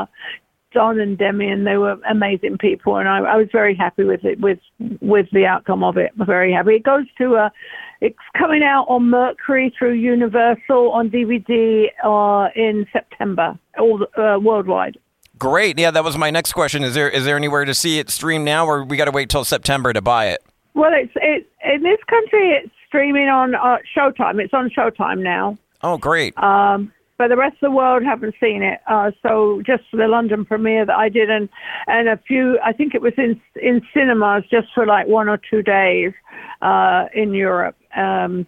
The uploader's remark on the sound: called